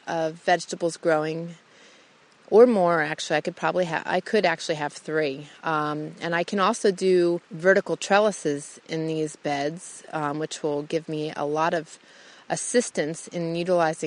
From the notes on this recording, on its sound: I take you out into the Idaho wilderness on this amazing, crisp, sunny day to record my show.